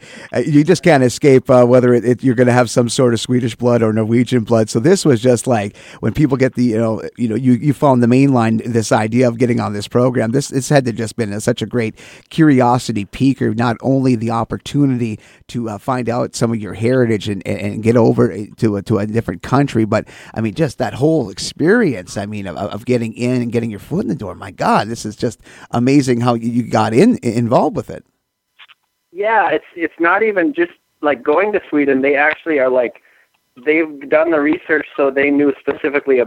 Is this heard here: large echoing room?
no